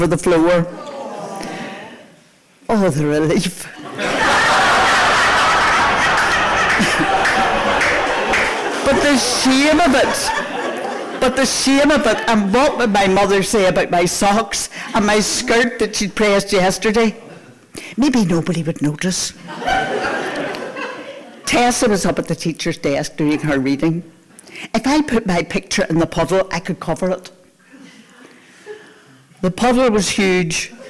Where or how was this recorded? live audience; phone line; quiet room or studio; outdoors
live audience